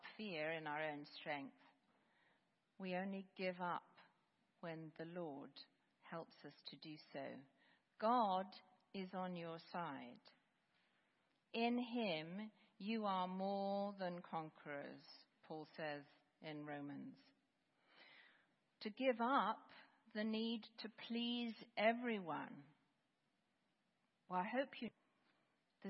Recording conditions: large echoing room